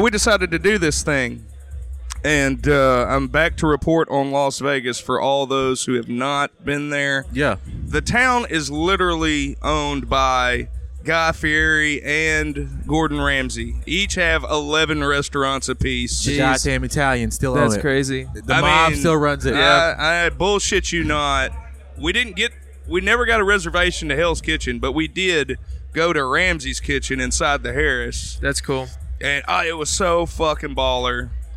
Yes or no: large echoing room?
no